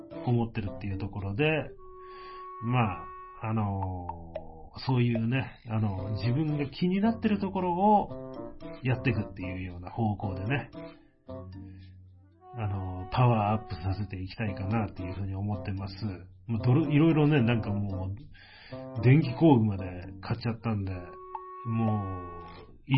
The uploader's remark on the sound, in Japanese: 容量が大きかったので音声の質落としました